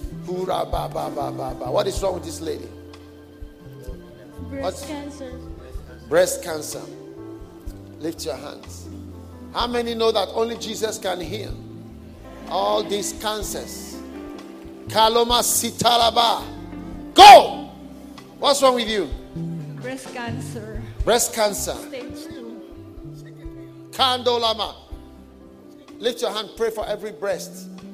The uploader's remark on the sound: Preached during a pastors' and leaders' conference at the Cathedral of praise in Manilla Philippines